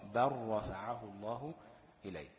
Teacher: وزي مثال: بر رفعه الله إليه، تبقى بالراء برضه، هنشيل اللام وتبقى راء · Term: الإدغام